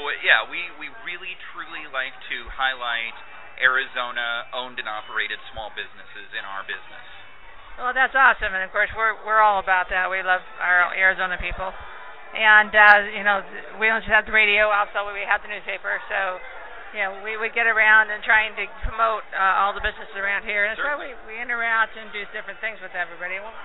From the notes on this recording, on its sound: We talked to the fae folk at Whimsy Garden out at Keen Halloween this past weekend. THIS SHOW IS NOT LIVE - HOWEVER, WAS RECORDED LIVE.